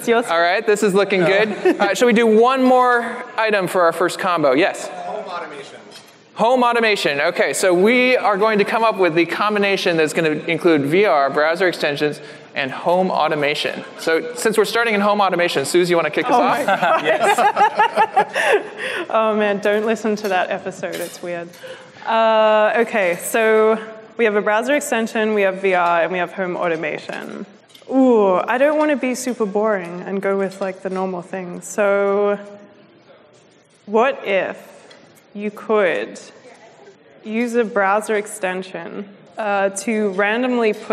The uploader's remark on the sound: LIVE from JSConf!